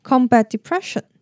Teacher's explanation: combat depression 这边的 t 可以几乎省略不念，跟后面的 depression 的 d 连在一起 · Term: 连音